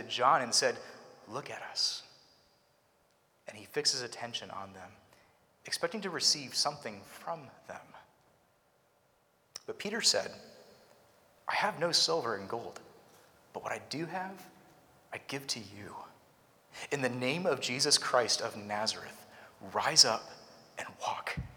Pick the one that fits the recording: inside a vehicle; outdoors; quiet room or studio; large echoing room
large echoing room